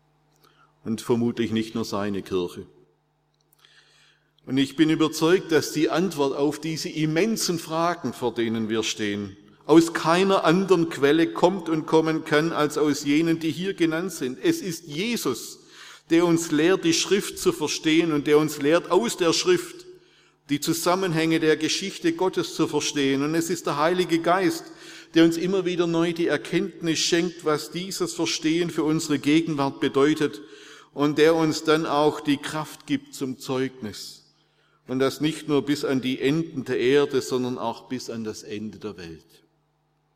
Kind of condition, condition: setting, large echoing room